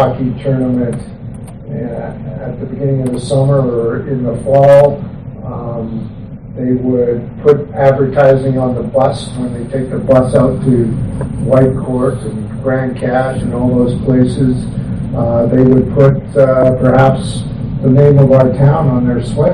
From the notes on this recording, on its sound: Audio recording of the February 13, 2017 Regular Meeting of Peace River's Town Council